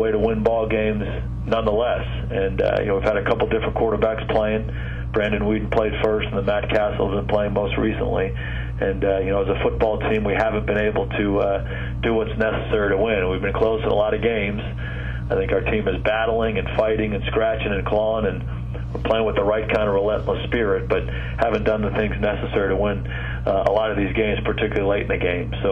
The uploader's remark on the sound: Opponent Conference Call. Dallas Cowboys Head Coach Speaks with the New York Media.